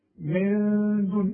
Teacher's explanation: فيبقى النون دي حخفيها وحغنها بمقدار حركتين